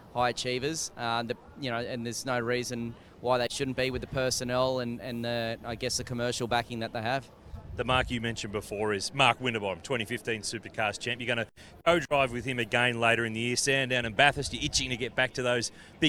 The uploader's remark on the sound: live from the Newcastle 500!